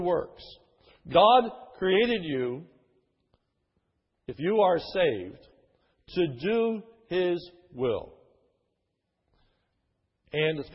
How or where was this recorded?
large echoing room